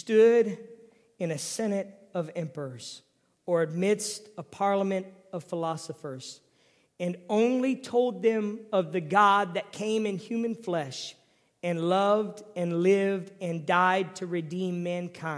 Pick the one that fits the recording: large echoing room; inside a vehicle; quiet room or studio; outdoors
large echoing room